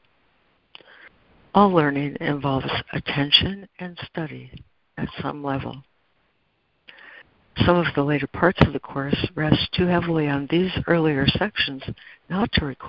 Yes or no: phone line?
yes